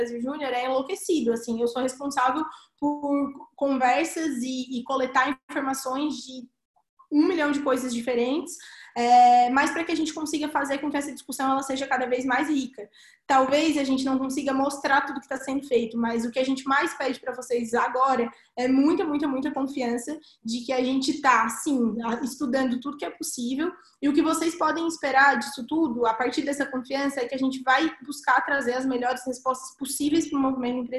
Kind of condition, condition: link, video call